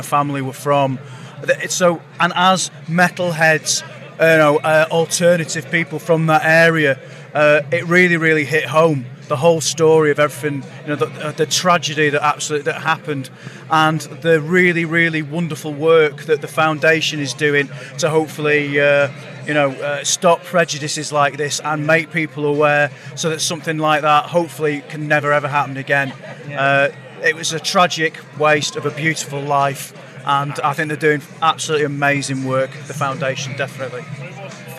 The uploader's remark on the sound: From our 'Live from Bloodstock 2023' series.